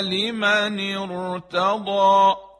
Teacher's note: اگر حرف رای ساکن قبلش همزه وصل باشه، که این همزه وصل هم کسره داره، این را رو باید تفخیم بکنیم